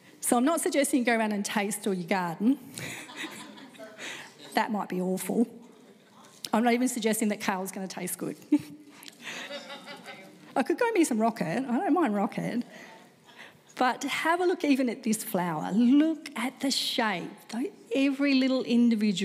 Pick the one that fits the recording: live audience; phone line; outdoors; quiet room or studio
live audience